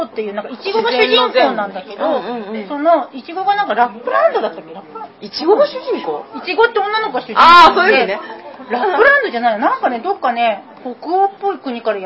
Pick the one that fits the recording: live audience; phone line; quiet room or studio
live audience